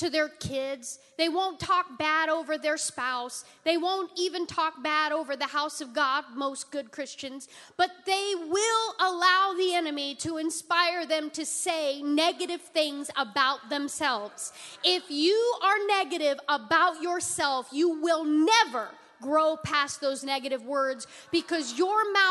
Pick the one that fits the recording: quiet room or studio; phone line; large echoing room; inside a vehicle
large echoing room